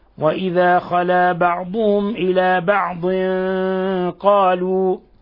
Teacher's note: بعضهم إلى، وإذا خلى بعضهم إلى بعض قالوا، تنوين جاء بعده القاف، الحكم التجويدي إخفاء حقيقي، لأن التنوين جاء بعده أحد حروف الإخفاء 15 وهو القاف